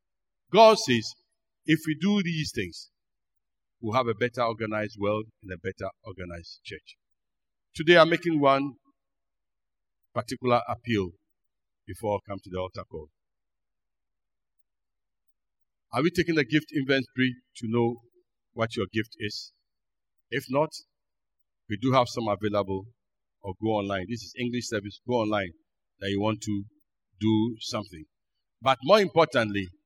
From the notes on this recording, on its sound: Sermon preached at CBC Shiashie Campus